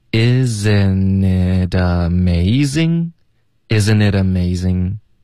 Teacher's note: it 的这个特会浊化成一个的的音，所以变成 itamazing，这三个字连起来就发 isn't itamazing， isn't itamazing， isn't itamazing， isn't itamazing， Isn't it amazing?